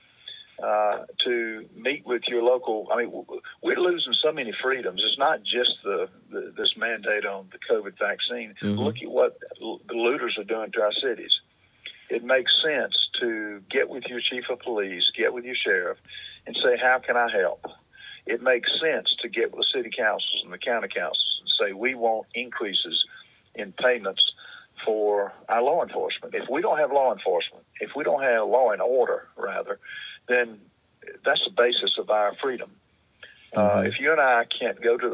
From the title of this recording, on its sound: a Representative’s Phone-In